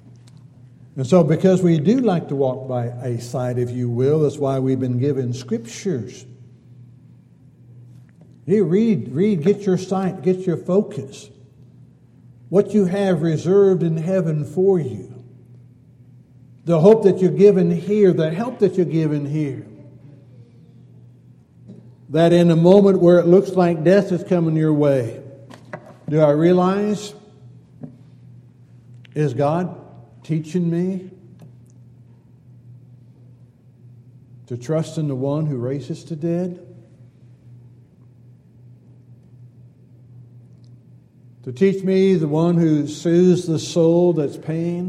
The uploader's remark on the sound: Downtown Church Of Christ Audio Sermon